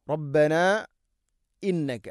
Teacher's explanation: ഇവിടെ മദ് മുൻഫസിൽ, നാലോ അഞ്ചോ ഹർക്കത്തിൻ്റെ ഖദറിലത് നീട്ടണം. റബ്ബന ഇന്നക്ക മദ് മുൻഫസിൽ നീട്ടാവുന്ന മദ്, മദ് ജായിസാണ്.